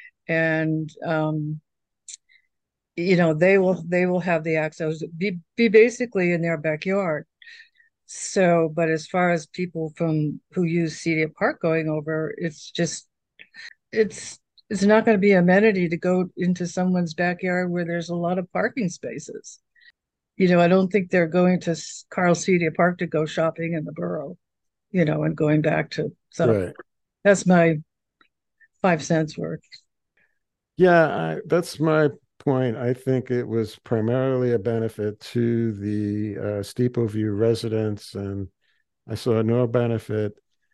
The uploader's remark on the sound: This discussion took place during the November 13, 2023, Meet Mack Monday Zoom meeting.